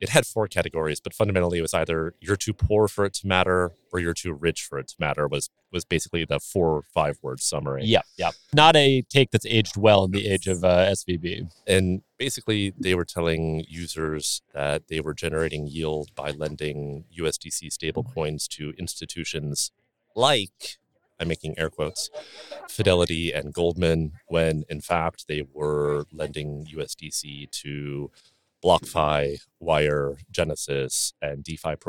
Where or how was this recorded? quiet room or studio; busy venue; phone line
busy venue